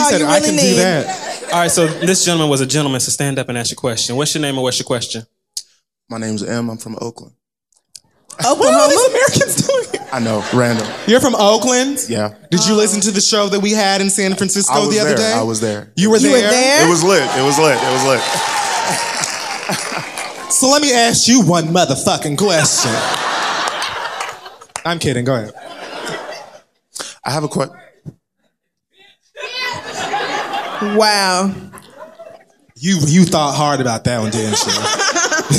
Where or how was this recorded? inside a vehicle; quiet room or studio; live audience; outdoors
live audience